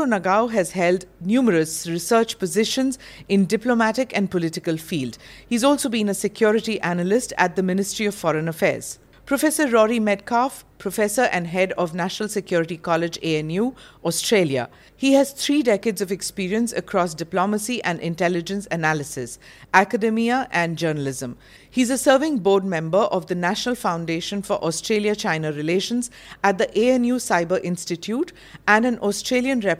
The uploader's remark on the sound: at the Raisina Dialogue held in New Delhi, March 2023